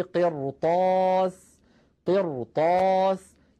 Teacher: حرف استعلاء غير مكسور. ولو نزلنا عليك كتابا في قرطاس، قرطاس، لاحظوا هذه الراء أيضا ساكنة قبلها مكسور بعدها حرف استعلاء وهو الطاء غير مكسور الطاء، فلذلك نفخمها